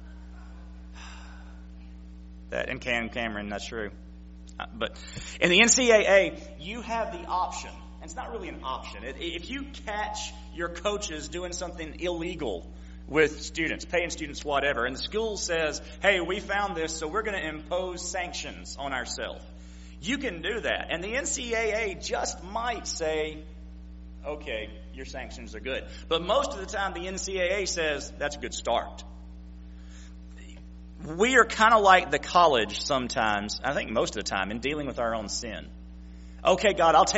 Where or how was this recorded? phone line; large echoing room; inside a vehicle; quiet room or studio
large echoing room